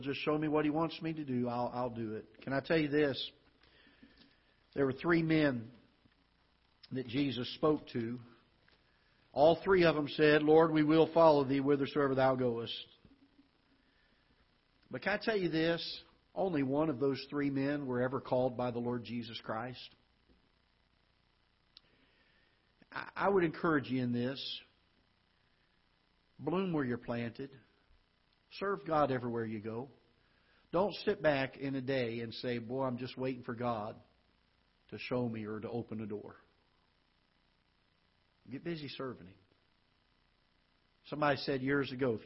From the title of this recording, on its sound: Ketha Heights Baptist Church ~ Live Broadcast